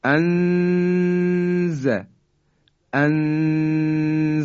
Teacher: یعنی ما در حقیقت ابتدای مخرج زا هستیم، در حالی که نون رو هم مخفی کردیم · Term: اخفا